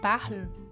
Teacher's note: Quando dizemos parle, a gente quase não pronuncia o E no final. Ele sai um pouco empurrado mais pelo L. Esse E no final a gente chama de E mudo.